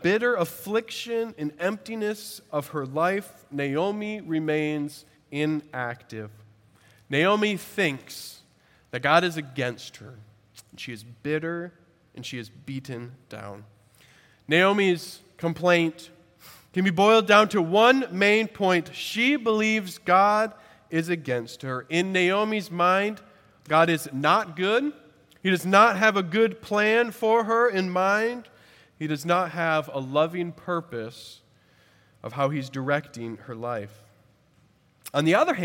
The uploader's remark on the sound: At Redeemer Presbyterian Church in Charleston, SC